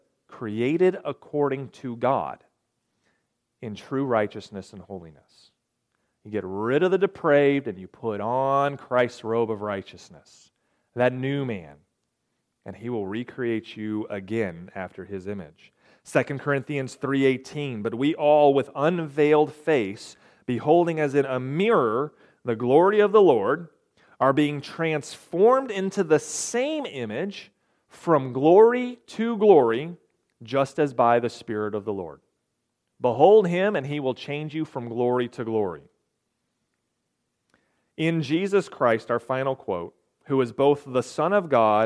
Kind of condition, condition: setting, large echoing room